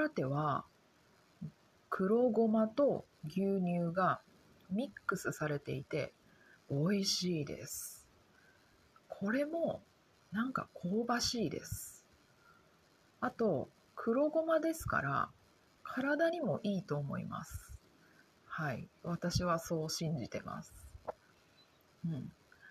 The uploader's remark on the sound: なのであまり大きい声が出せません。でもがんばってポッドキャストを録っています！ You know, old Japanese houses had really thin walls, so I think my voice can be heard by the people next door lol. Because of that, I can't speak too loudly, but I'm doing my best to record my podcast!